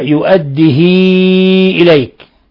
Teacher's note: بالهمز مع مد الياء، لأنه يعني الهاء يصلها، يعطيها صلة كبرى، وبالتالي تصبح من قبيل المد المنفصل.